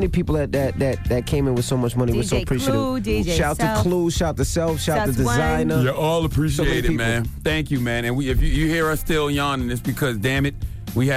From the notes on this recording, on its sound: we opened up the phone lines